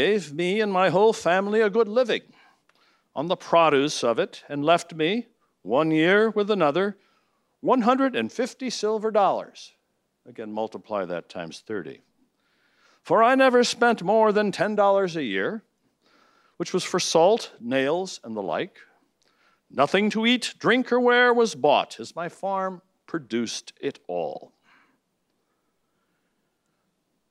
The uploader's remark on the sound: talk was part of the Parental Rights Conference at Franciscan University of Steubenville